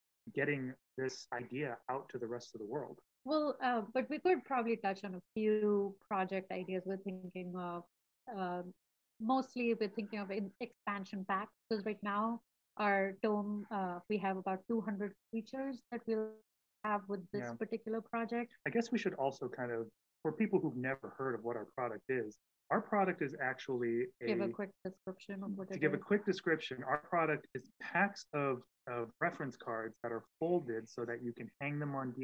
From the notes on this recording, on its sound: Apologies if the audio is rough, we had some technical issues.